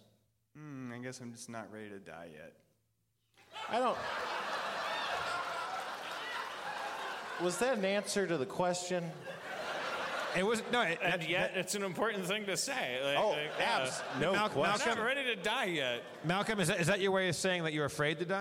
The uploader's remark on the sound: LIVE from Everything Is Festival 2015